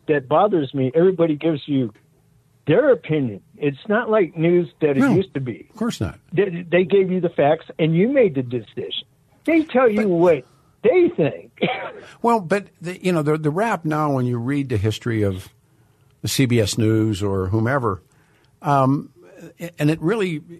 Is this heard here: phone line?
yes